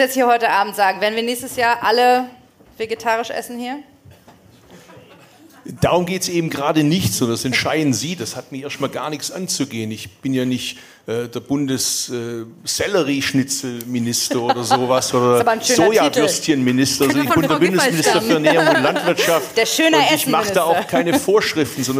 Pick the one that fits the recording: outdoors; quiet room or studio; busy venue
busy venue